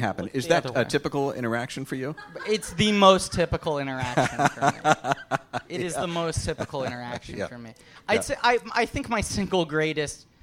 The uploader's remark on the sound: Recorded live at the Slipper Room in New York City.